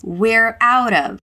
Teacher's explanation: A frase parece uma palavra só se a gente falar normalmente, né? · Term: linking sounds